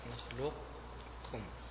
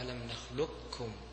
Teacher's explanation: هناك الإدغام ولكن بإظهار صفة القاف وليس بالنطق كامل، نخلق تبدأ بقاف وتخرج بكاف · Shown in: first take